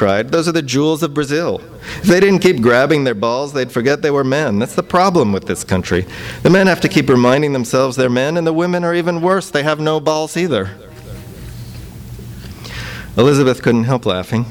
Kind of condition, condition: setting, live audience